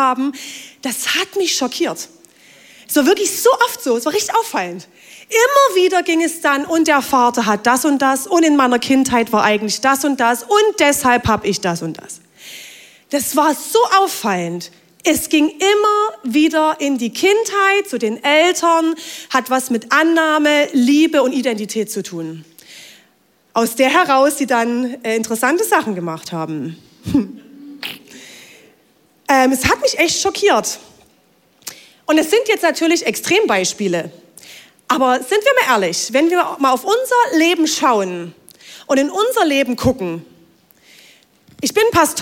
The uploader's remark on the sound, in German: Audiomitschnitt der Predigt